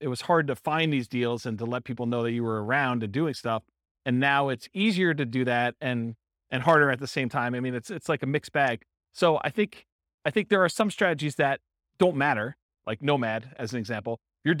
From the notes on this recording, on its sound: This was a live class recorded. Live in-person version.